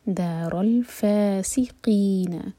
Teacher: لمبا سی سین کے لیے سی ٹی کی آواز کلیئر آئے فاسقین قاف کو حلق سے ادا کریں گے اور کسرہ کے بعد یا ہے تو مد طبعی دو حرکہ